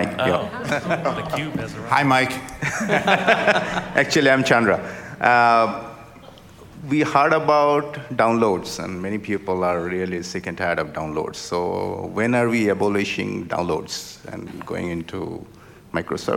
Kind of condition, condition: setting, live audience